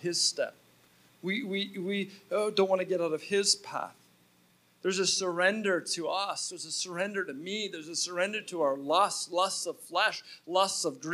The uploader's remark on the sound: at Resurgence Edmonton on October 5, 2019 at Champion City Church